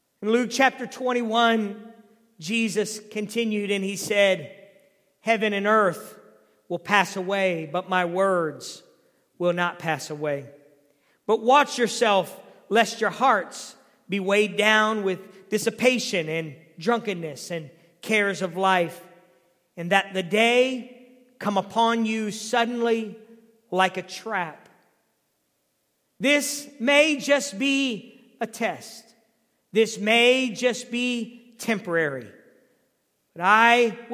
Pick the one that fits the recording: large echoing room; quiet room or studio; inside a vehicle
large echoing room